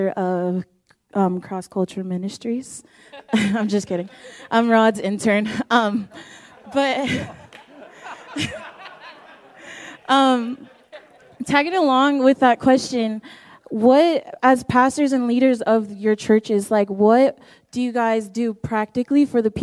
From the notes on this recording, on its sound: Homiletics Q&A Panel. Answer questions from the audience.